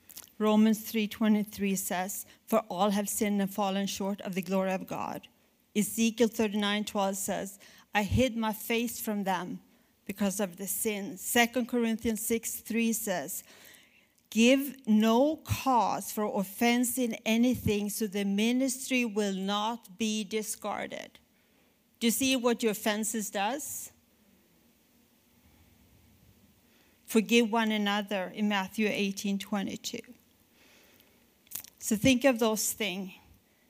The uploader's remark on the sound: at our January 2020 Resurgence Edmonton Gathering